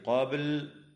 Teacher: وتقلقل الباء في كلمة قبل وصلا ووقفا